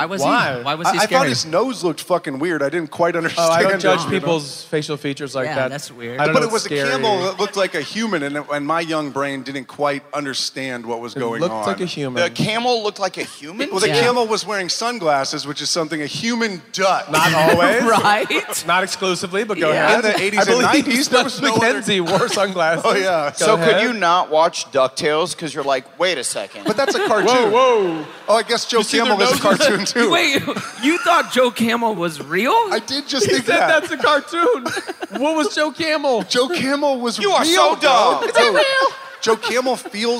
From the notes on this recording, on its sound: Live From Indianapolis!